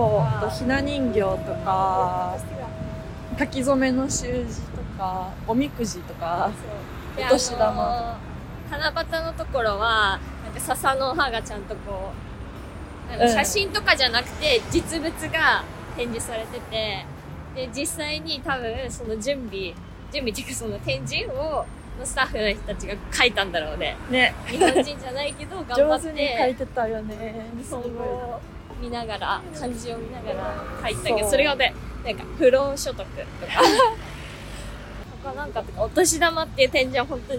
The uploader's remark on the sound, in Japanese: 10月末のリスボンは少しずつ寒くなってきました。歩きながらのお散歩フリートーク。